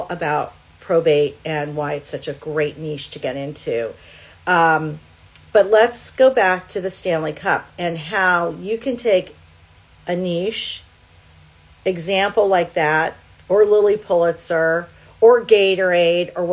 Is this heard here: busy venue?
no